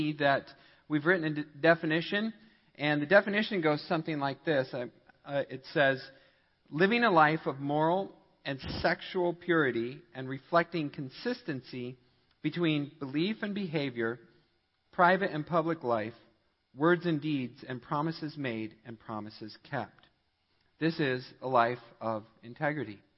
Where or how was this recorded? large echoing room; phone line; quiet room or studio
large echoing room